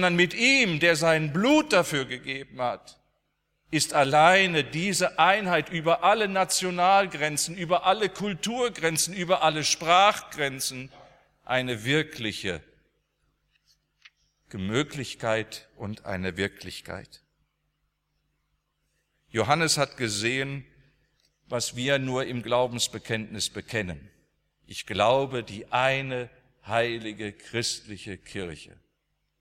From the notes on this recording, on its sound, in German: aus dem Gottesdienst der Liebenzeller Mission